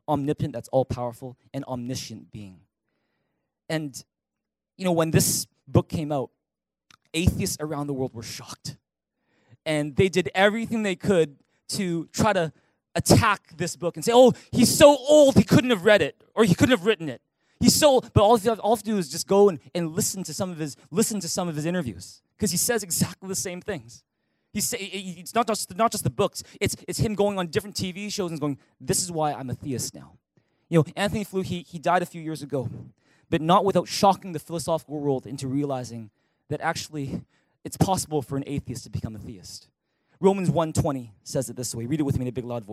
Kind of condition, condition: setting, large echoing room